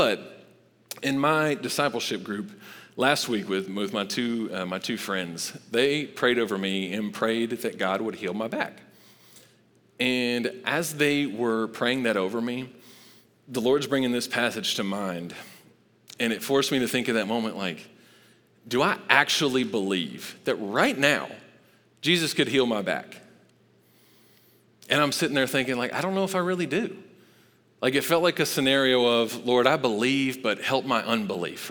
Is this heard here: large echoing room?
yes